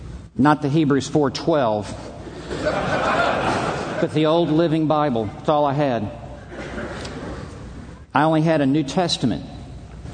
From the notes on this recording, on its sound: from the Shepherds' Conference - Inerrancy Summit